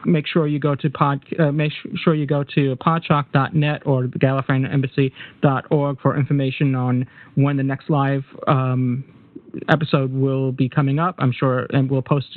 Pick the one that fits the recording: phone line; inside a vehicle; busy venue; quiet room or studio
phone line